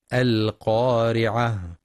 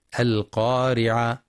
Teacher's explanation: ينتبه القارئ لتفخيم القاف في أعلى مراتبها لأنها مفتوحة وبعدها ألف، ولترقيق الراء لأنها مكسورة، والوقف على التاء المربوطة هاء ساكنة مع بيان صفة الهمس فيها · Shown in: first take · القارعة، حيث يخطئ من يقرأ القارعة بإسقاط الهاء وقفا القارعة، والصواب إتمام الهاء وهمسها.